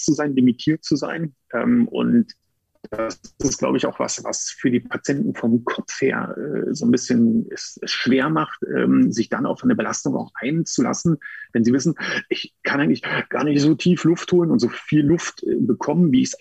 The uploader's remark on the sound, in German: die Aufzeichnung dann doch per Zoom stattfand